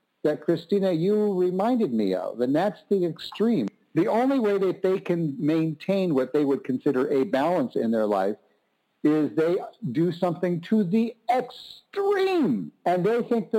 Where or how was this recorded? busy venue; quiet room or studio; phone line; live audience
phone line